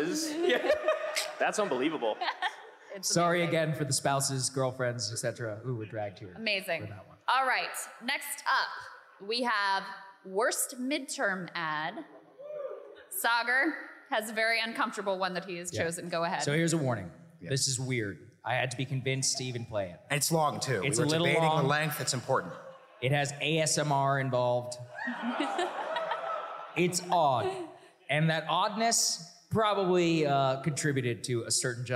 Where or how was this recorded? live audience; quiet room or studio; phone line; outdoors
live audience